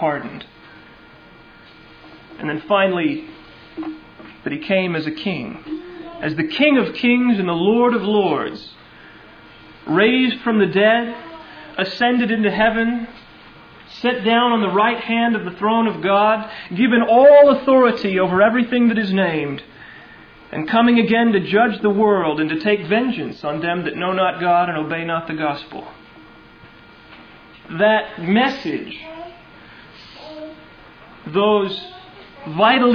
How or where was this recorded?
large echoing room